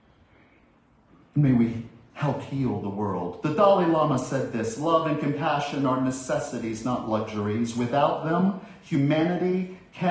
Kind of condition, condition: setting, large echoing room